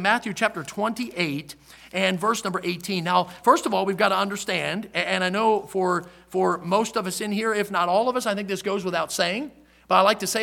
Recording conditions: large echoing room